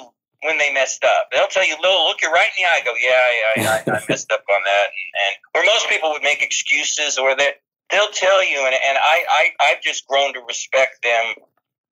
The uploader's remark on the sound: Phone interview for The Weigh-In Podcast.